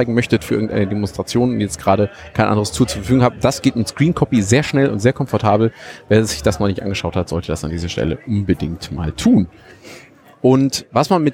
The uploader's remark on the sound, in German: Die LinuxLounge von TheRadio.cc Live vom Congress mit Einblicken und spannenden Infos und der Stimmung vor Ort. Aus dem Sendezentrum. 37C3 Spezial.